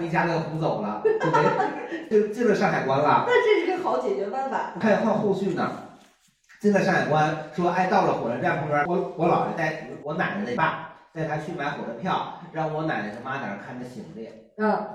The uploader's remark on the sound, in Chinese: 由于场地设备除了一些问题，导致了本周「社死」这期原素材的丢失。但又实在不忍心浪费现场观众朋友们的宝贵发言，。最后只能很遗憾地用其他设备的备份素材来剪辑制作。就是会时不时听到一个奇怪男子非常突兀的大笑，。离备用设备太近了。